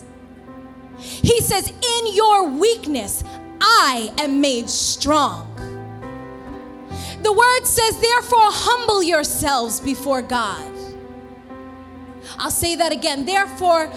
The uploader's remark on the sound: This sermon was recorded live at The Sanctuary Fellowship, 1469 St. Peters Avenue, Bronx, NY.